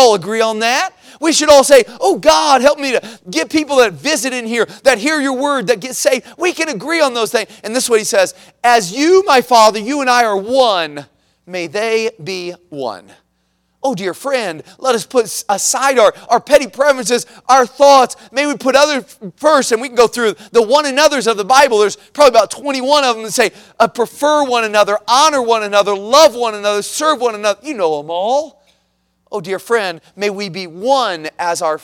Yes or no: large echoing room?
yes